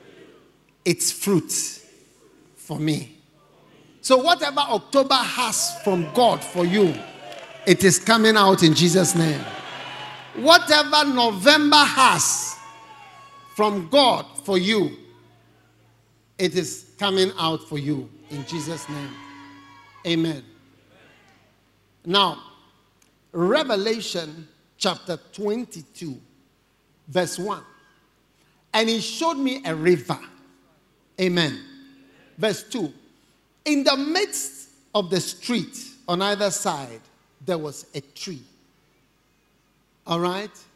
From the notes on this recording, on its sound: Preached at the First Love Experience Service.